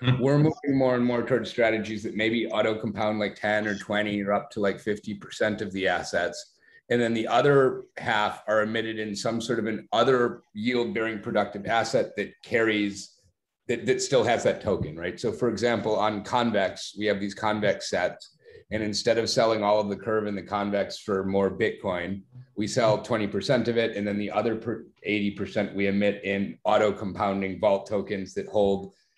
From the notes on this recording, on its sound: joined a zoom meeting